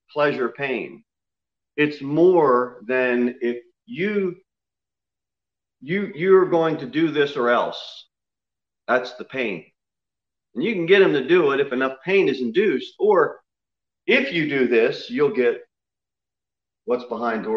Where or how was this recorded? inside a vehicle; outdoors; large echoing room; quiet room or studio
large echoing room